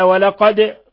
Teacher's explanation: قلقلة الدال لأنها من حروف قطب جد